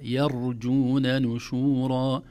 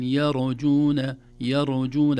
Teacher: التنبيه الأول ترقيق الياء، لا نقول يرجون، لأنها الأذن لا تستغربها، لأن الراء مفخمة فيكون أسهل على اللسان يقول يرجون، لكن لا يا يرجون نشورا. نرقق الياء ونفخم الراء الساكنة دون قلقلة · Shown in: first take · لا نقول يرجون يرجون، الراء الساكنة ليس فيها قلقلة، أو الراء صفة عامة ليس فيها قلقلة.